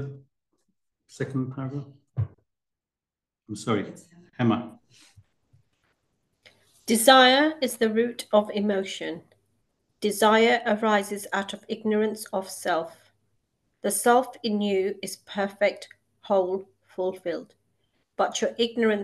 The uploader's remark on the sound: A live recording of a Bhagavad Gita class given virtually on the 15th of October 2023.